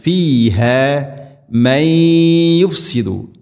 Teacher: സാക്കിന നൂനിന് ശേഷം യാ നൂനിനെ യാഇലേക്ക് ഇദ്ഗാം ചെയ്ത് അഥവാ മിക്സ് ചെയ്ത് മണിച്ചുകൊണ്ട് ഉച്ചരിക്കണം.